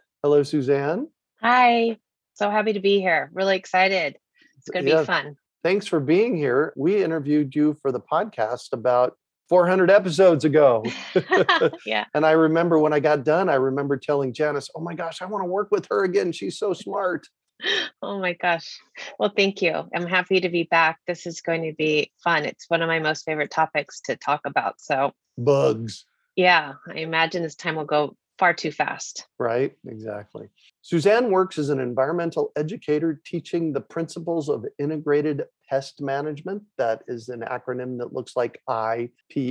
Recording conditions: video call